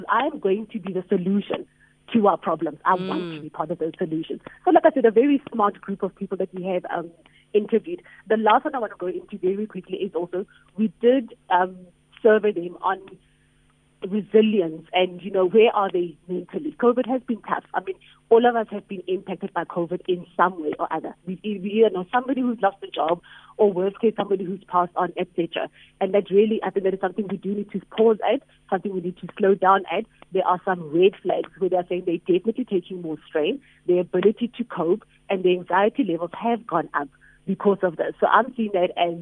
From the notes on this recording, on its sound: we are joined on the line